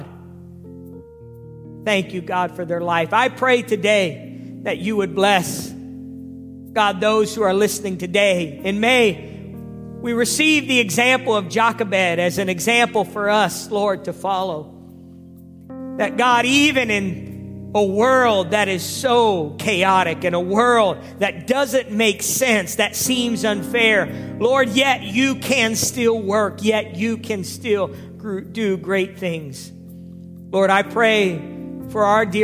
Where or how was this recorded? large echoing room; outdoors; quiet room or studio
large echoing room